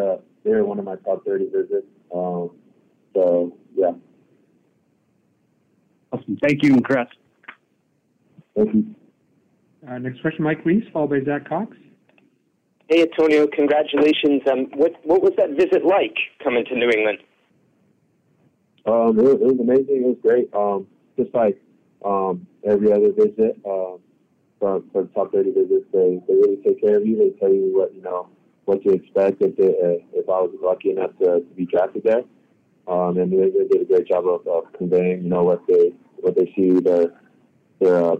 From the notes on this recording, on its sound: addresses the media during his conference call on Saturday, April 29, 2023.